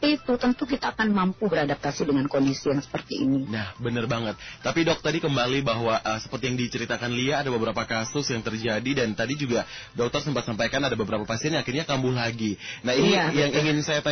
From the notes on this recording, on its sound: Sahabat On the Phone.